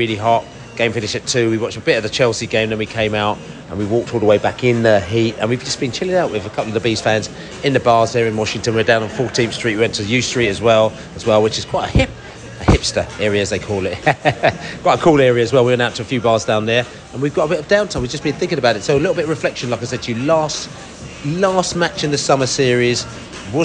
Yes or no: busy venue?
yes